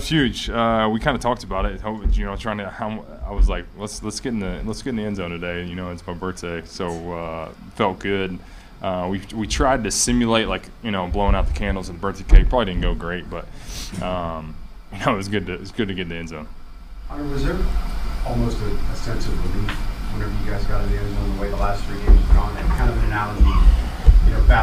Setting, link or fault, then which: setting, busy venue